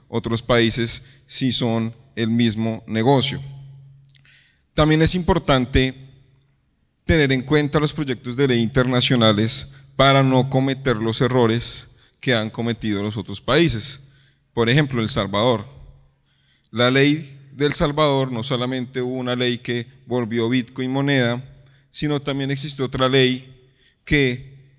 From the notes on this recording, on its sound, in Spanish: Este es un episodio grabado en vivo durante el CINTEL Blockchain Forum, en la antesala de ANDICOM 2023.